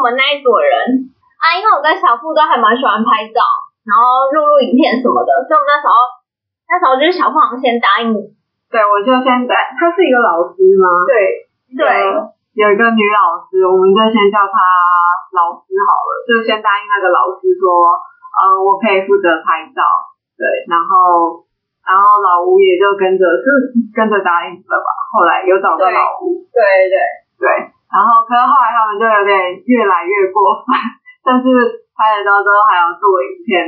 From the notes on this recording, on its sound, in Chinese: 因錄音當日設備及場地問題，音質欠佳